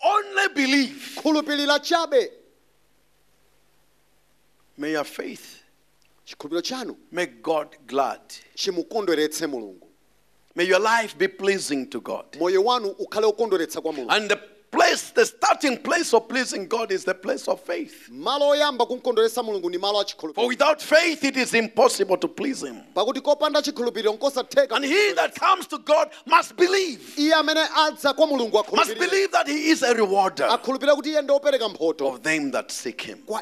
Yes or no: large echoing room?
yes